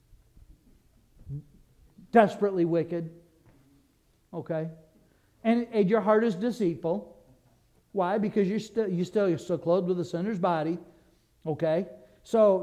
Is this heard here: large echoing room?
yes